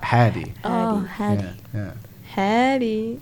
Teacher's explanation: When you guys call me Hardy, as in like you drop the R sound, so it's Hadi.